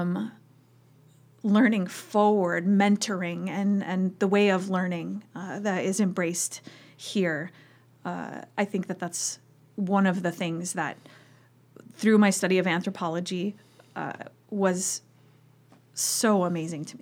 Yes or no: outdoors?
no